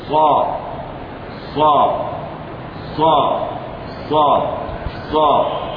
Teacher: تخرج من طرف اللسان من فوق الثنايا السفلى · Term: الصاد